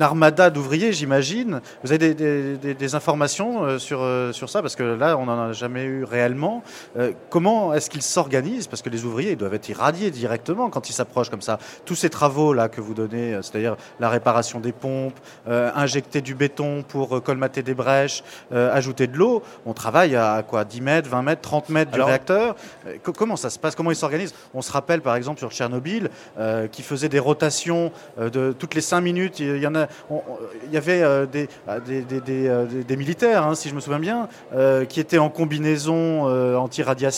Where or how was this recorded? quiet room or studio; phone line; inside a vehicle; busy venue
busy venue